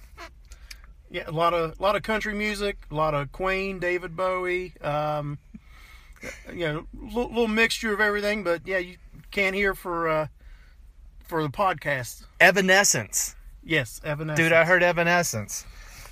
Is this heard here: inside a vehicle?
yes